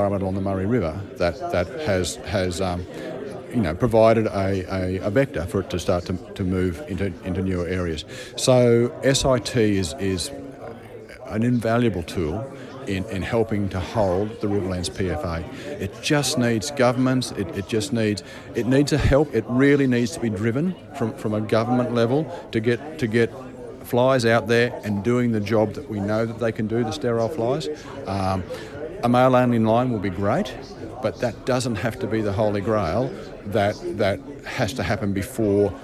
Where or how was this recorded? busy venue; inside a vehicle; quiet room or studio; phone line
busy venue